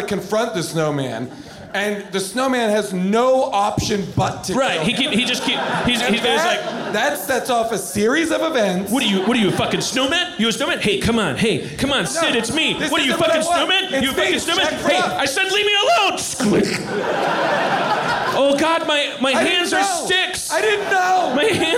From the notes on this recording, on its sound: LIVE episode recorded at Largo in Los Angeles.